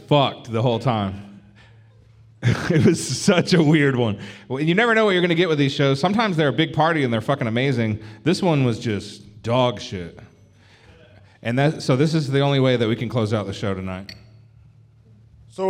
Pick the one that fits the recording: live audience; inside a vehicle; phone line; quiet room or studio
live audience